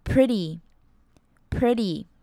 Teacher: 我们不会发这么重的 T 的音，而是把舌头顶到上颚